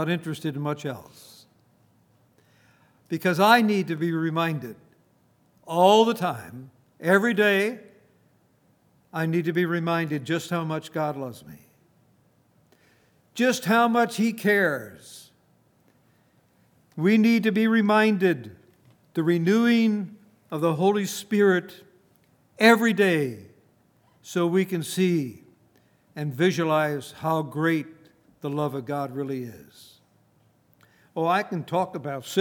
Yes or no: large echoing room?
yes